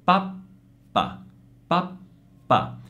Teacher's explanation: Nel secondo caso invece io velocizzo la pronuncia della vocale pappa e faccio una pausa prima di pronunciare la lettera P. · Term: piccola pausa